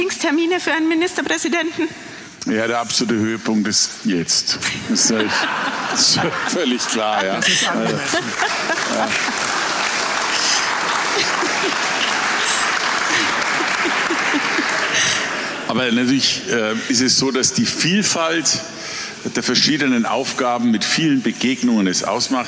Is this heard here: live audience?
yes